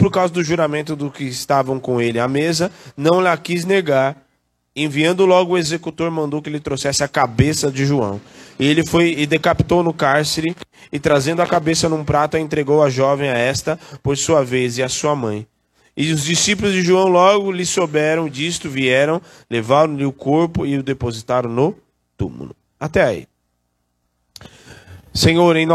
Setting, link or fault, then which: setting, large echoing room